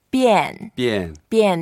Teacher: 变 is the fourth tone, go down